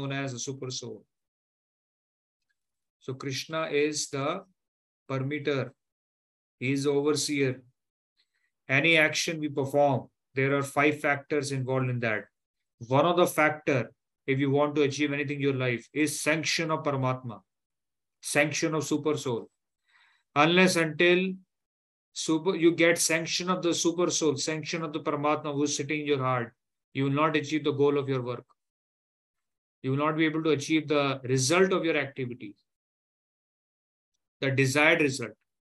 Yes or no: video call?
yes